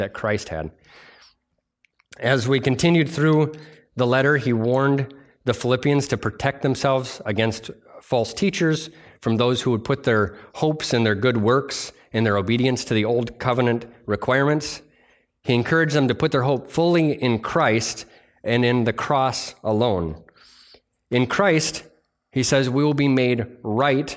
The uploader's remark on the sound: delivered on Sunday, July 2nd at Bible Center Church in Maiden Rock, Wisconsin